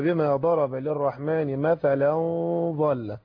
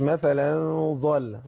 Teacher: ظل حرف ايه؟ الظاء حرف مفخم، وعندنا الغنة التي تسبق المفخم نعمل فيها يا سيدنا تفخم الغنة · Shown in: first take